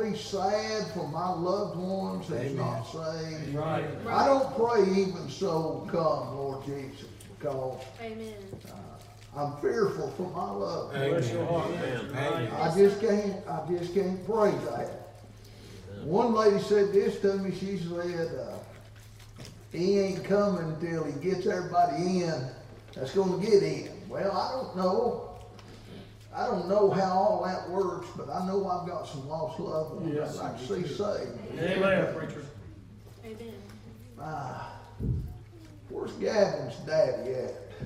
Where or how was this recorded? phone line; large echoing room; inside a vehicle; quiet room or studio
large echoing room